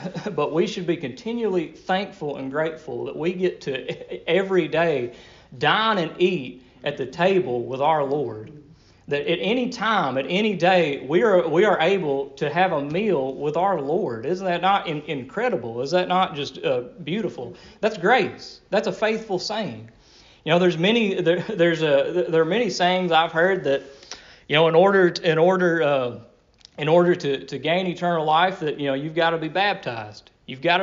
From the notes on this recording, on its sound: Delivered at Rocky Springs Primitive Baptist Church